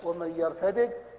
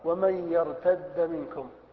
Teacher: وفي قوله سبحانه وتعالى ومن يرتدد منكم عن دينه، قراءتان سبعيتان، فبعض السبعة قرأوا بالفك ومن يرتدد، وبعض السبعة قرأوا بالإدغام ومن يرتد منكم